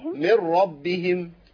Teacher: النون هنا كأنها مش موجودة خالص في الوصل. بشدد الراء.